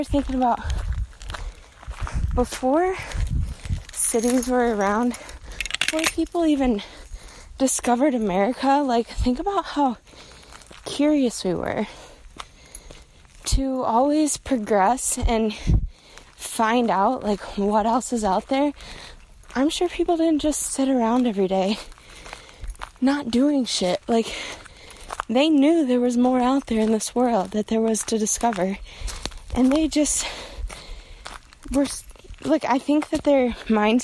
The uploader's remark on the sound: I decided to share a recording from a walk I took through the woods a couple months back